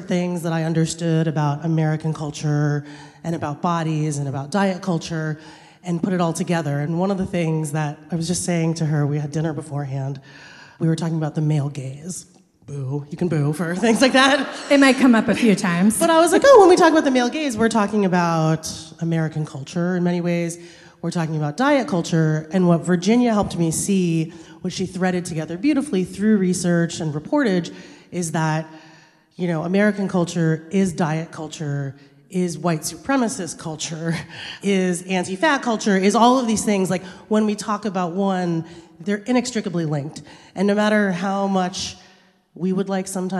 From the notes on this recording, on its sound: We recorded this on December 3, at Seattle’s Town Hall. Welcome to the first ever LIVE episode of Burnt Toast! At Seattle’s Town Hall.